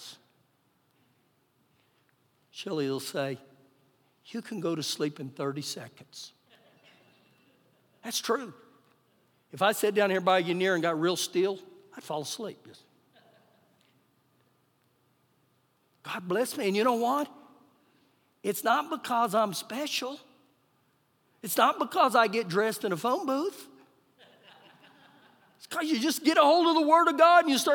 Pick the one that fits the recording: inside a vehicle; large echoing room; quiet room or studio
large echoing room